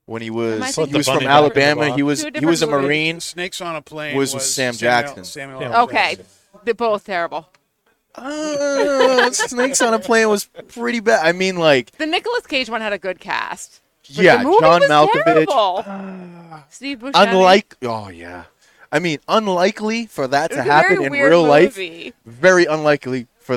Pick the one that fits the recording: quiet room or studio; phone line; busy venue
busy venue